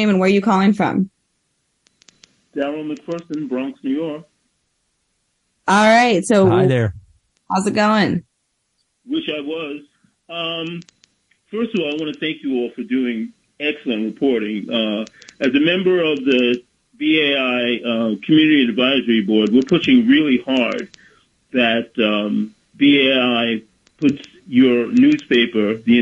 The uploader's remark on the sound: WBAI Listeners Call In to The Indy News Hour